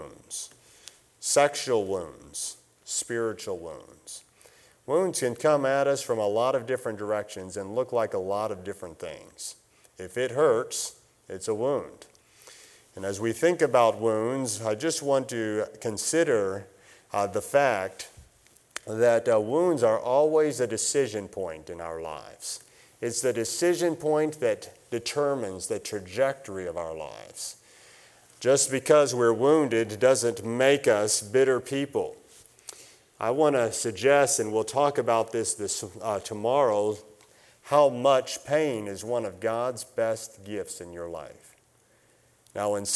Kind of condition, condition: setting, large echoing room